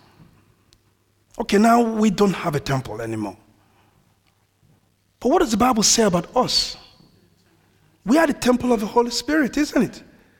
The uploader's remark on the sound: This audio was recorded at our venue in Great Denham.